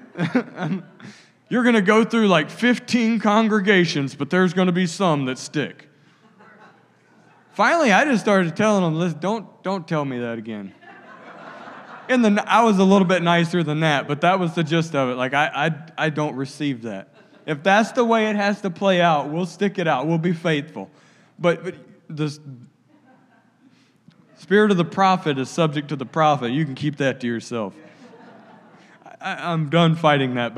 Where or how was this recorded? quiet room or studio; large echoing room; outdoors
large echoing room